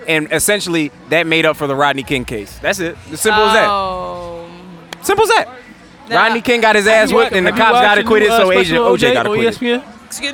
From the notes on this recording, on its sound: LIVE at the Thompson Family BBQ. The LIVE AM I WRONG segment.